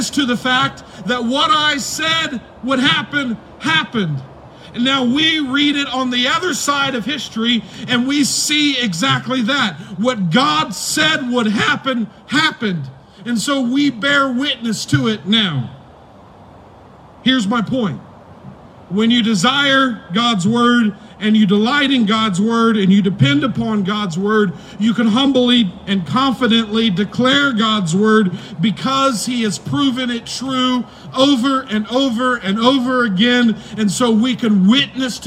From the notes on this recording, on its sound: preached on May 3, 2020 at the Tarrant Bible Methodist Church drive-in service